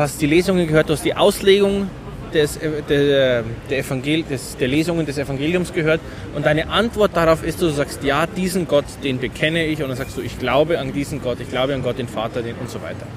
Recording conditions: busy venue